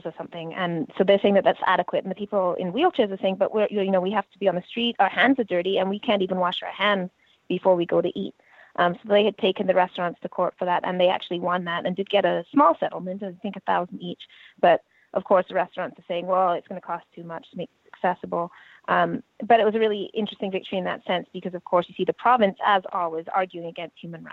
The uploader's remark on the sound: got together by phone